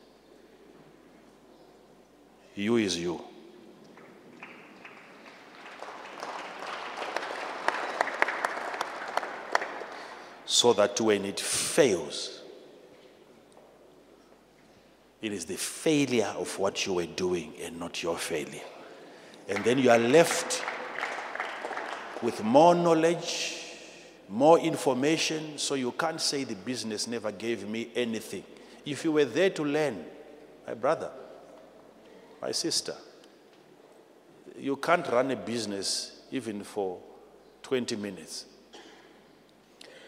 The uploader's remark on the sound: answers questions from the audience